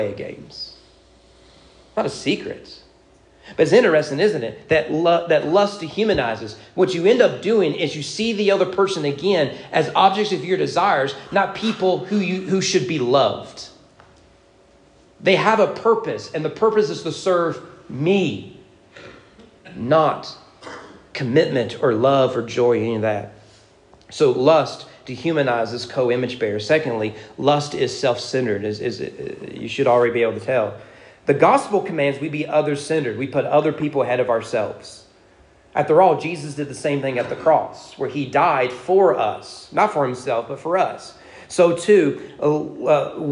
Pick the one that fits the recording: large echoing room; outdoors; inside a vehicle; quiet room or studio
large echoing room